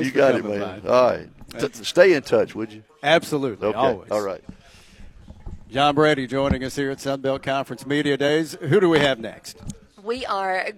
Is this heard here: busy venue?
yes